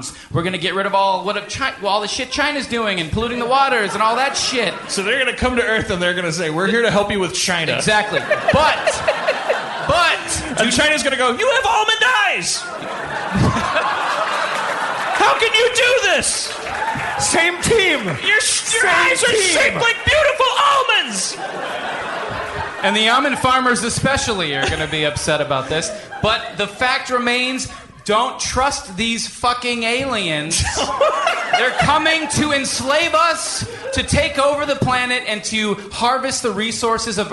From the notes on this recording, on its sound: HARMONTOWN Live at Largo Coronet Theatre!